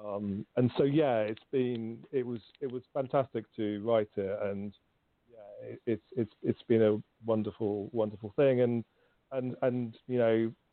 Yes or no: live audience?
no